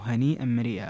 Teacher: في قوله هنيئا مريئا أيضا مد في هنيئا، مد متصل، اتفق القراء على مده. وهنا أيضا الإدغام الكبير للسوسي فكلوه هنيئا.